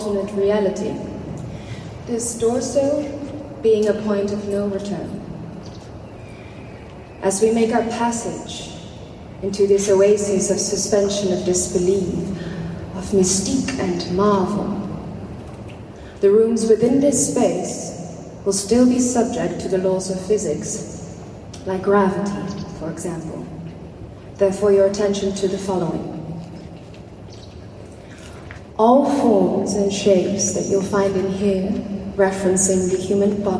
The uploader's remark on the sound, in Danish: Vi tog på Thorvaldsens Museum hvor der udfoldede sig noget helt specielt. Vi gik ind i museets store haller uden at vide hvad vi gik ind til. Vi blev hurtigt overvældet af museets overdådige store rum hvor enhver lyd gav ekko i en næsten himmelsk klang. De store rum hvor der var højt til loftet, befolket af de utallige gigantiske statuer.